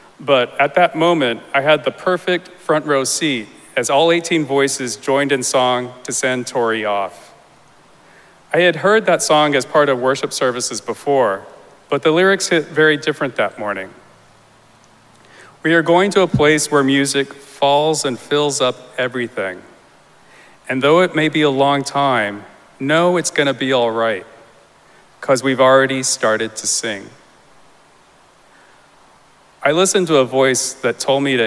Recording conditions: large echoing room